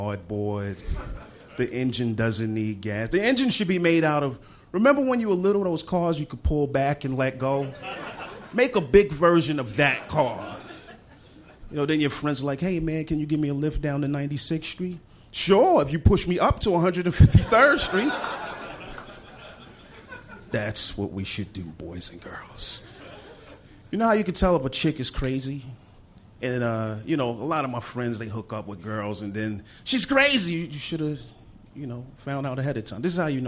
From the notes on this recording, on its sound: Recorded live at the Bentzen Ball in Washington, D.C.